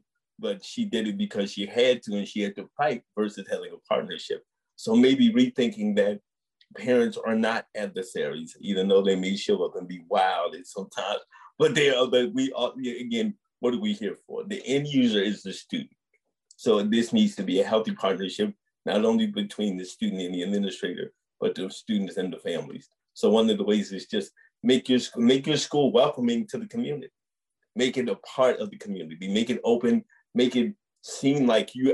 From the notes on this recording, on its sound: a live webinar on May 10, 2021